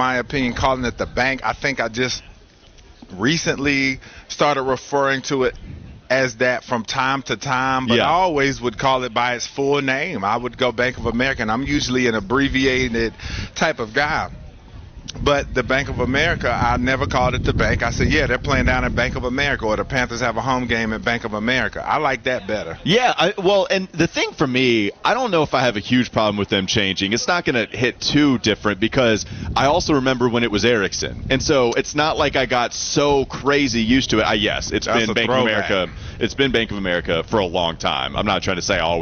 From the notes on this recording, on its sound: Get off the bus live from the Wells Fargo Championship at Quail Hollow.